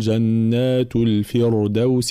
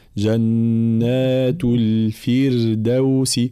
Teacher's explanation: كلمة الفردوس راء ساكنة مسبوقة بكسر، ف حكمها الترقيق · Shown in: second take